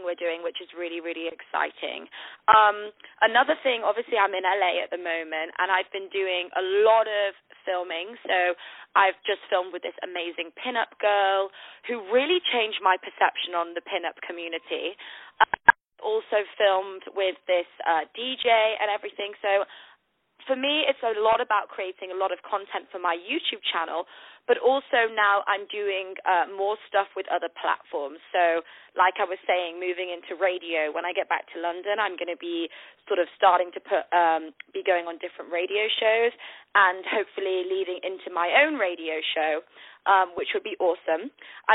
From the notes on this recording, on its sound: On the phone